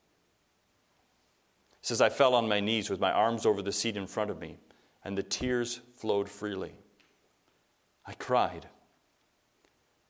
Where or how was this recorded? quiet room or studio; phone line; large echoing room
large echoing room